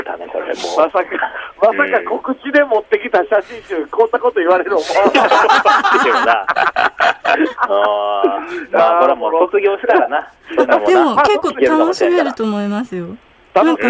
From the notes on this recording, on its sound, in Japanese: スタジオに不在。電話なのでお聴き苦しい音質かと思いますが、ご了承ください。